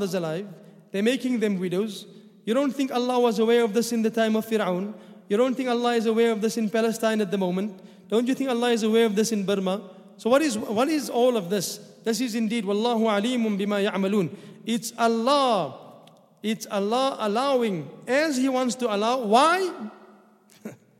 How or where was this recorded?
large echoing room